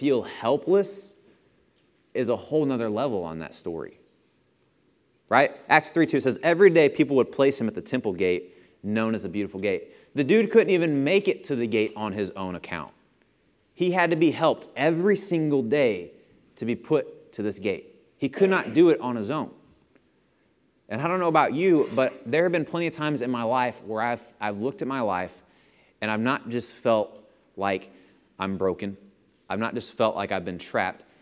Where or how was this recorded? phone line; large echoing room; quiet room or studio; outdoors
large echoing room